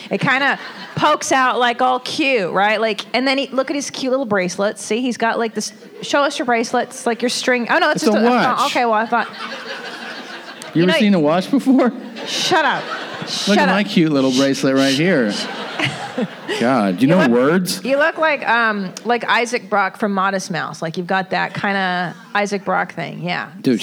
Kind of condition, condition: setting, live audience